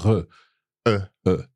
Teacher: regarder is quite a closed sound, re.